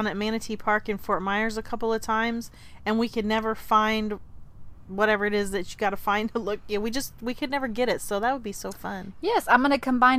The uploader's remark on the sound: The replay is a live recording by the Roadschool Moms team from the back porch and behind the wheel.